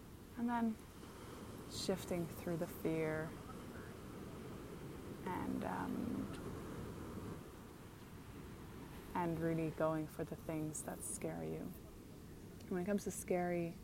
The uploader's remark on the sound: Live from the beach in Bali